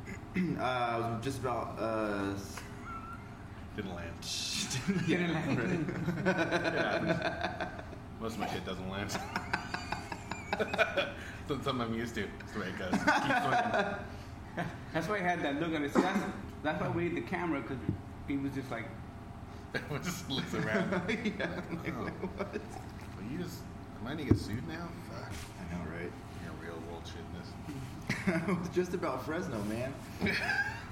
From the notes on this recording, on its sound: recorded in the one & only Spokeasy Public House